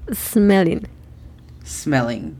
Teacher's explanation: Recuerda que sin el sonido de la E, entonces comenzamos desde el sonido de la S.